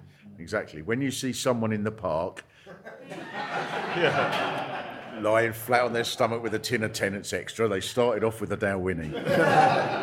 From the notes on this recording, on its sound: Record a special LIVE episode as part of the Orwell Festival. Live from The Marquis Cornwallis in Central London (just round the corner from a blue plaque celebrating Orwell).